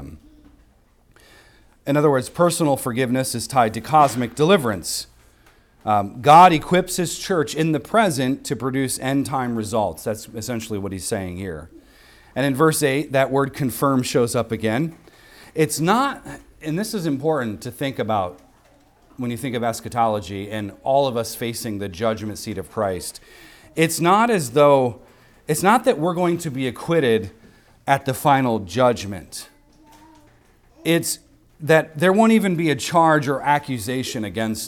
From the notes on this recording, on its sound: recorded on Sunday, January 21st, 2024, at the weekly worship gathering of Cross & Crown Church